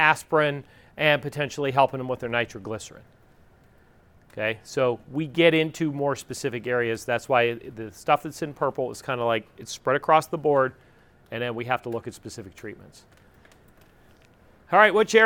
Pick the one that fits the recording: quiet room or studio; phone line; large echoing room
large echoing room